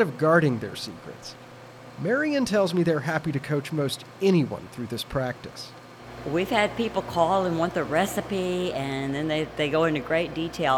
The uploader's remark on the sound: On the last Sunday in September, however, the town comes alive when nearly 2,000 descendants, friends, and family convene for Wendish Fest. Recorded live at Wendish Fest.